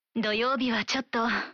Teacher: en allongeant la prononciation à la fin et en diminuant le ton de la voix pour dire chotto